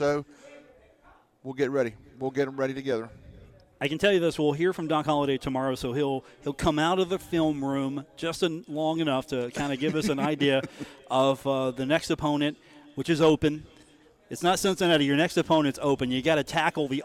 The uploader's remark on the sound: comes to you live from The Union Pub and Grill in Huntington, WV